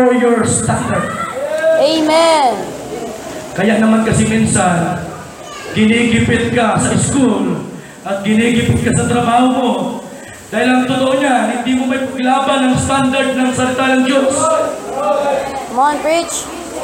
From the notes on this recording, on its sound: Preached on a Pentecost Sunday celebration 2016.